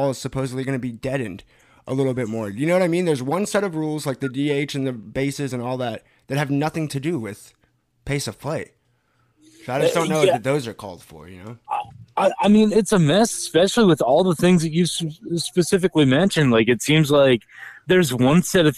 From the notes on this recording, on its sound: joined over the phone